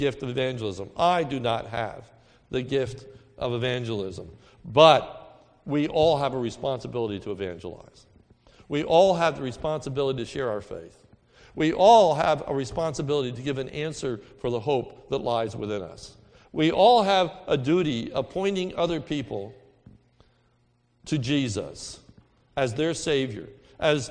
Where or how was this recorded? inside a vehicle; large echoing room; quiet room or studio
large echoing room